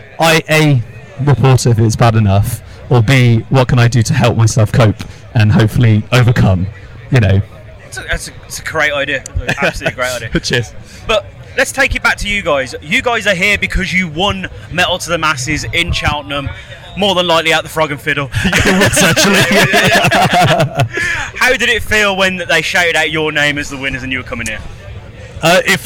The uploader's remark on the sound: Live from Bloodstock 2023.